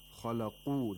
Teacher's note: the qaf has a moderate level of tafkhim